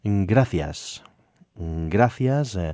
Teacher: That C is actually a TH sound, but we keep the S phonetically as the S sound, you know. So we say gracias, although some people in southern Spain and other places could say gracias, yes, pronouncing both with the S sound.